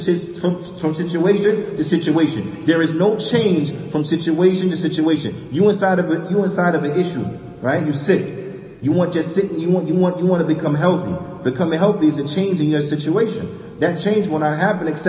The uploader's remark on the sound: Lecture given at Masjid Nur Allah, Queens, NY